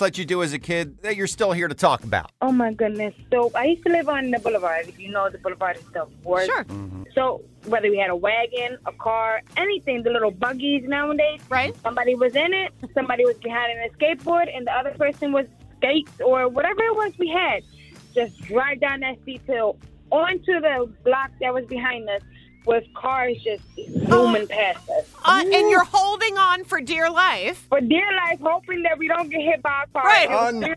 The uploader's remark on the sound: Listeners call in throughout the morning to share their outrageous stories from a lenient childhood.